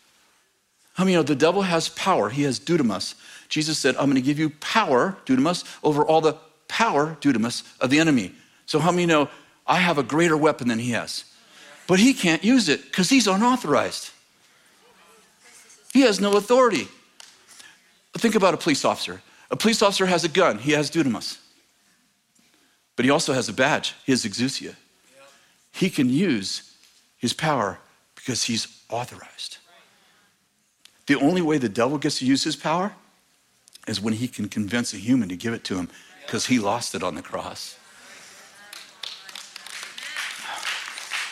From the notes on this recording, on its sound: In this clip from School of the Prophets 2023, at Bethel Church in Redding, CA.